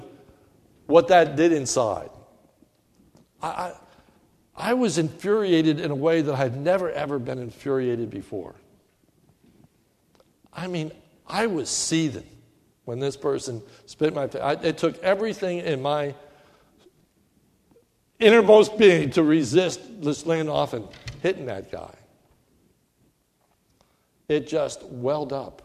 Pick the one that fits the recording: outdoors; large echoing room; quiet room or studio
large echoing room